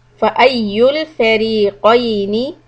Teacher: قاف heavy with فتحة plus ياء